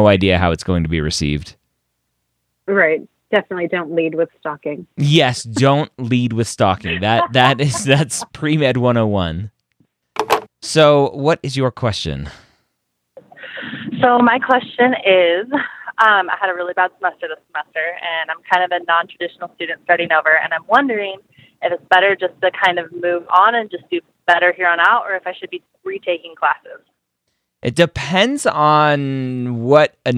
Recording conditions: phone line